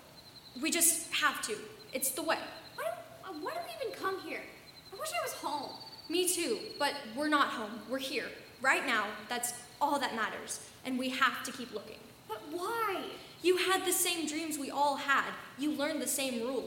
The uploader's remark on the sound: It was recorded in front of a live audience. By Thespian Troupe 4592 of Madison High School in Middletown, Ohio. Sound effects and music: Mixkit.co.